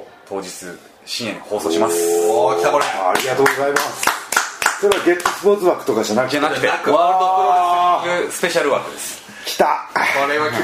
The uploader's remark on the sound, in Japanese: 渋谷の某カフェで緊急収録（2本撮り）！